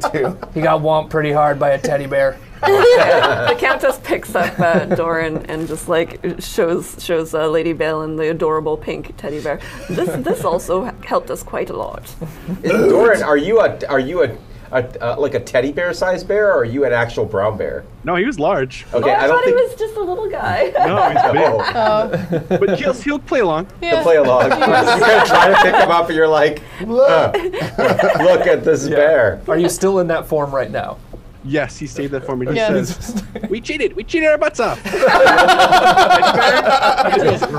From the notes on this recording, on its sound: ATW Live at Wizards of the Coast for Extra Life 2018. Our "special edition" Christmas Show is the live streamed game that we played at Wizards of the Coast for Extra Life 2018!